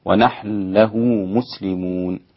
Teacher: أدغم النون في اللام الإمام السوسي الإدغام الكبير